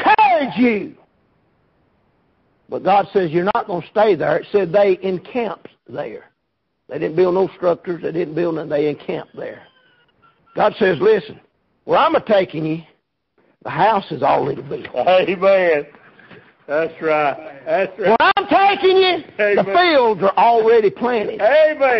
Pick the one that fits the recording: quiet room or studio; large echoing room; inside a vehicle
large echoing room